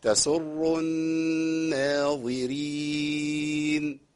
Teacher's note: تسر الراء مشدده بالضم وفي حال تفخيم